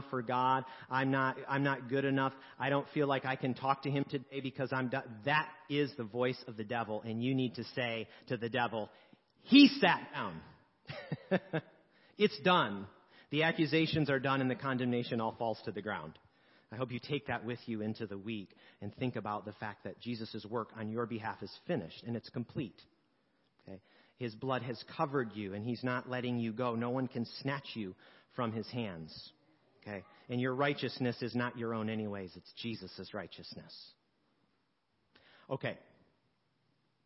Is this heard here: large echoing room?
yes